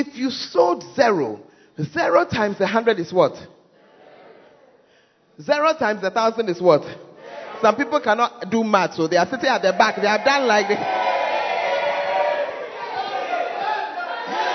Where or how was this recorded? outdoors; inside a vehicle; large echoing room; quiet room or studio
large echoing room